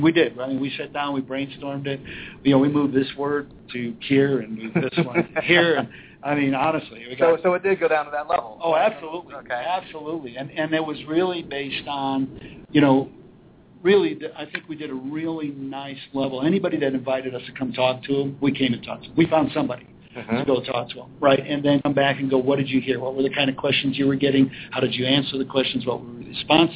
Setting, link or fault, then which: setting, busy venue